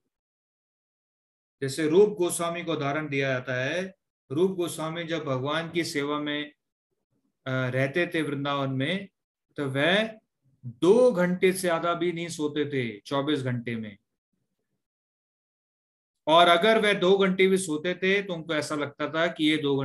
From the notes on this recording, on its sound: Zoom recorded class